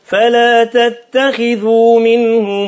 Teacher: صلة ميم الجمع بمقدار 6 حركات